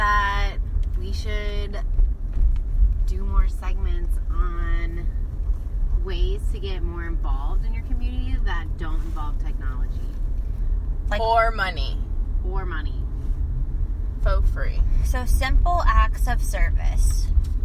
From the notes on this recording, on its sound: In this teeny tiny mini-sode we risk everything to record while driving down the streets of Orlando.